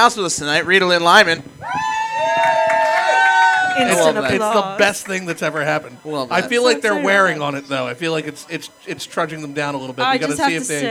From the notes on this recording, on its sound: TDMS Live at the CCT V200.